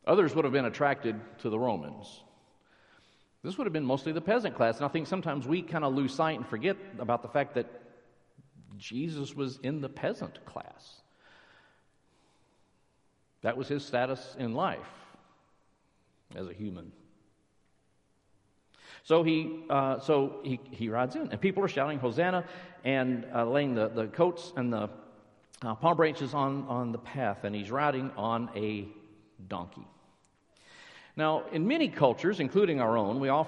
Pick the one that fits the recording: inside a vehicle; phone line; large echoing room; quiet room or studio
large echoing room